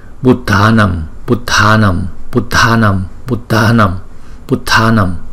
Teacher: Chữ D chữ H thì đọc mạnh hơn là chữ D không.